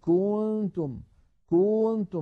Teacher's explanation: فيمط الضمة إلى أن يصل السامع يتوهم كأن هناك واوا بعد الكاف المضمومة · Term: التمطيط